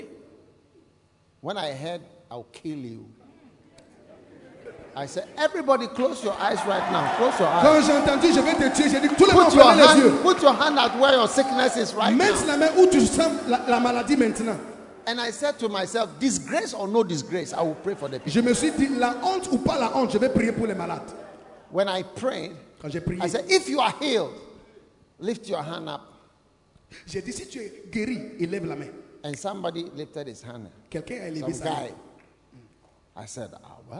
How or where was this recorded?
large echoing room